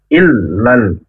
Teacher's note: i ditekan ke huruf lam, il kemudian lanya dibaca tapi jangan dipisah. Illal, nah, kalau dipisah l nya itu menjadi dua, pertama il mati kemudian la hidup atau berharokat fathah, tapi illal, nah seperti itu.